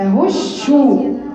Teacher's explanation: المفروض ان هي مشدده، فاجيب الاول الشين الساكنه وبعدين الشين